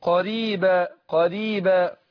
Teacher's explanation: ما هوش قريبا أفخم الراء، لا الراء مرقق